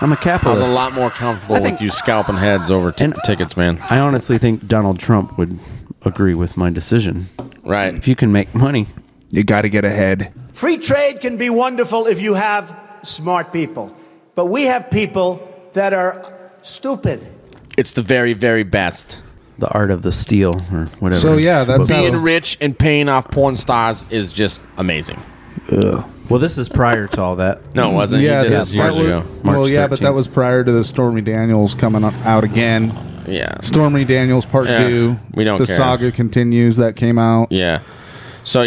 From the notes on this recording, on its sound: were on the ground at the rally and had some good conversations with people outside the theater